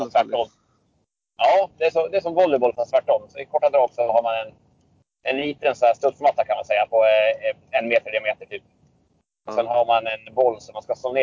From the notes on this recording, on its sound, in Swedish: Har en ny mikrofon som kanske är bra men han åker bil så det låter som en rostig gås ändå.